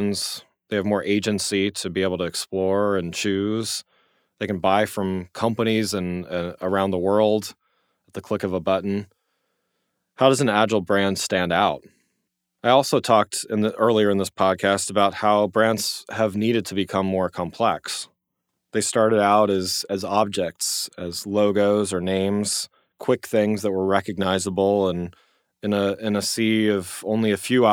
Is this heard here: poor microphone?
no